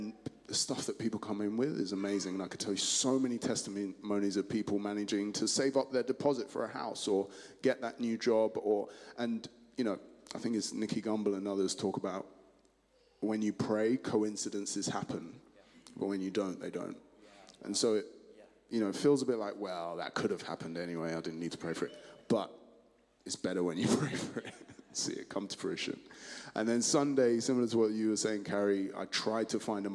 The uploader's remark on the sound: Streamed live at St Paul's Shadwell on Sunday, 12 November 2023.